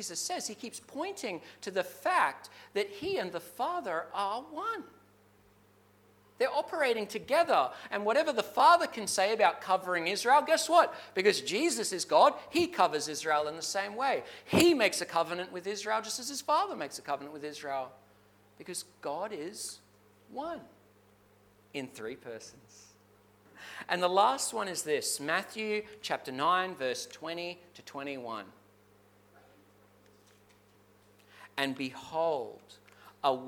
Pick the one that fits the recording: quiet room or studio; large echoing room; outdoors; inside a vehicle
large echoing room